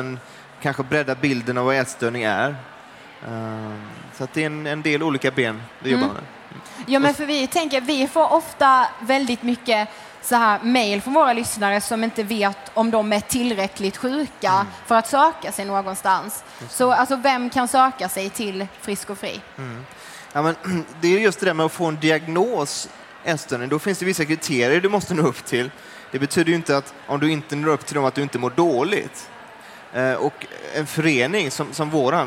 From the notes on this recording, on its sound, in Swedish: Det här är en livepodd som vi gjorde den 26/11 under "Allt för hälsan". Tack till er som kom och lyssnade.